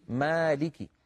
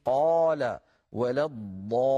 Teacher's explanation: هذا الحرف بالذات الألف مرقق إن سبق بمرقق في نحو مالكي، وتفخم إن سبق بمفخم في نحو قال ولا الضالين. إذن الألف من حيث التفخيم والترقيق تبع للحرف الذي قبلها.